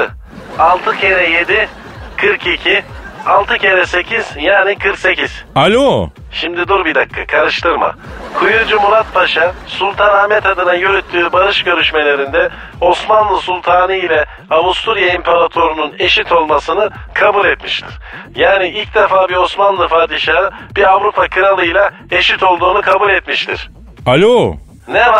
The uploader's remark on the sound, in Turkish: Telefon görüşmesi. Okula giden robot telefon hattımızda.